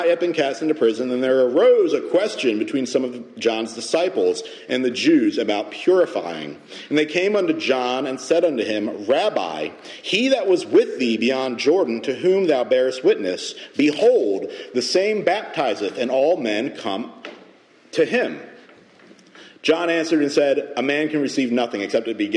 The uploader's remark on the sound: Message delivered Sunday, June 18, 2023 at Mt Carmel Primitive Baptist Church, Bel Air